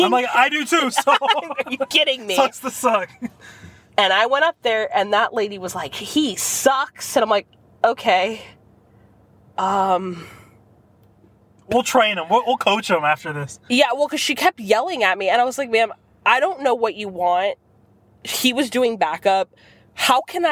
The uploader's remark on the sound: Our first lifestyle carcast of 2023